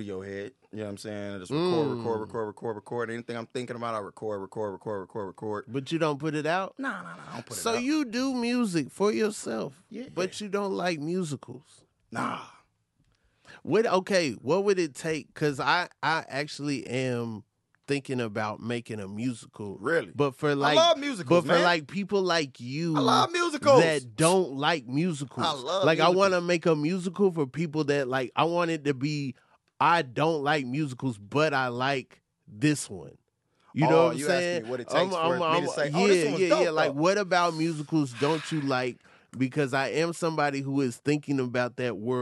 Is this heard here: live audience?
no